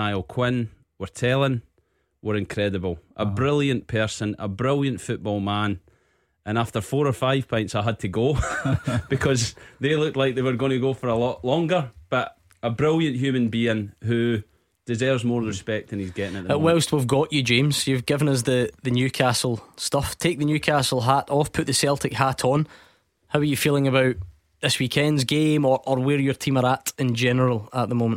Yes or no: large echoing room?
no